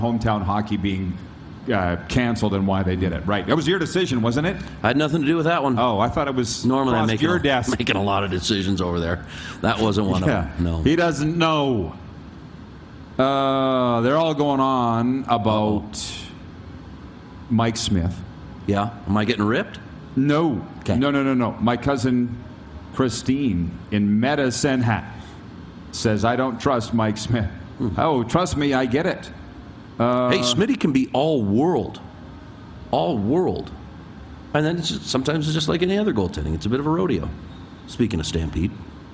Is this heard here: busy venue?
yes